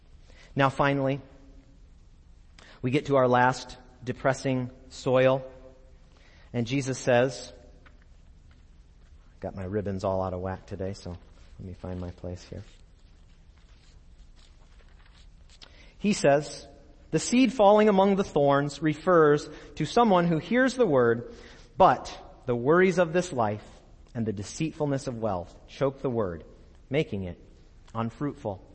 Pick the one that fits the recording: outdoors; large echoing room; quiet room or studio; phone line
large echoing room